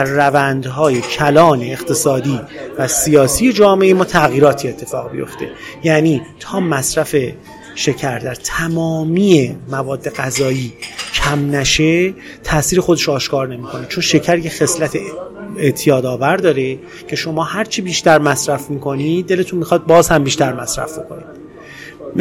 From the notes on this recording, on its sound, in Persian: این پادکست رو توی یک کافه در شهر تهران ضبط کردیم، برای همین صداهایی توی پسزمینه میشنوید